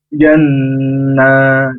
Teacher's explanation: Nah, di huruf jimnya, usahakan tidak keluar nafas atau berdesis. Kalau jim tengah lidah ke tengah langit-langit. Kemudian di N-nya ditahan dua harokat.